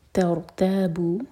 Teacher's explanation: رو پر سکون ہے، اس سے پہلے فتحہ تو رو ہیوی ہوگا، منہ بھر کر پڑھیں گے ترتابو.